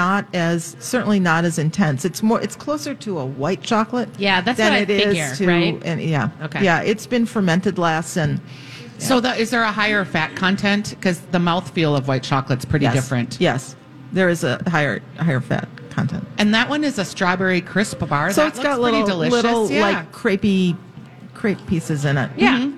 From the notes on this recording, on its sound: Live at Max's Fine Artisan Jewelry for a Valentine's Day special!